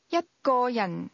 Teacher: The tone in that expression falls from the high level to the low level.